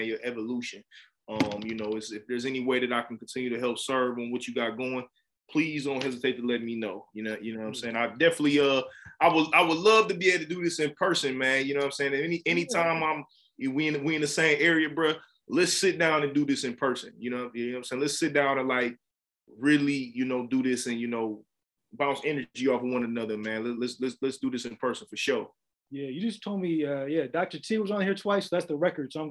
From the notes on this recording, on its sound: we virtually sat down